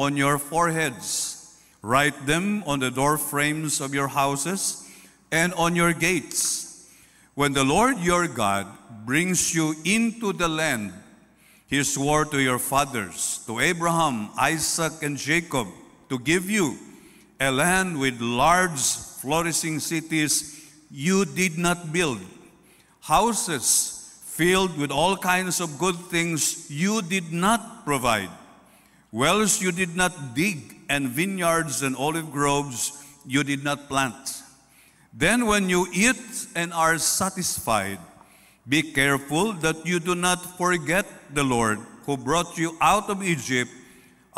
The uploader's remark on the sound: At Zamboanga City Alliance Evangelical Church.